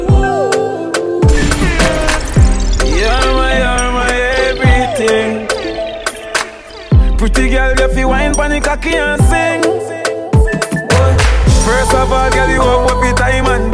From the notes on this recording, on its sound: Live Juggling From 333 Lounge.